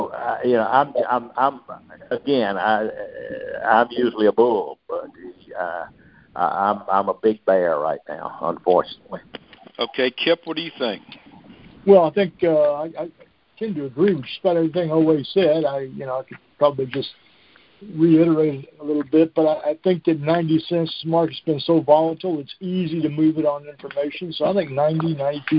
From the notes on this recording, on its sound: Monthly Conference Call